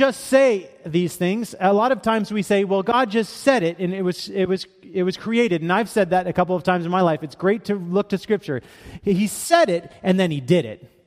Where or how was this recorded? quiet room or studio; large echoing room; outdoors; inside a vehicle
large echoing room